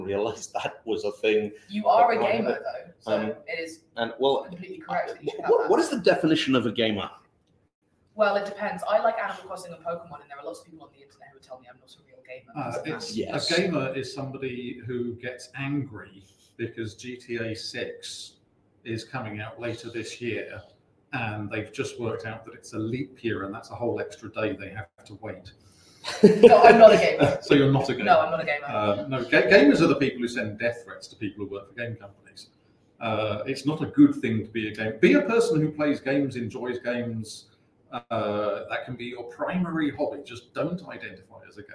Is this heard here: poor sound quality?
yes